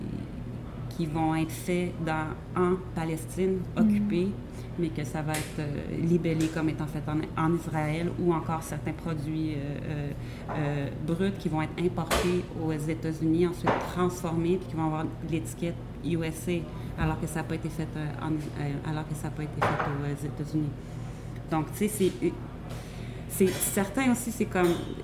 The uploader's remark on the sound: The press conference and interview were recorded on July 22nd 2020 at Casa Del Popolo.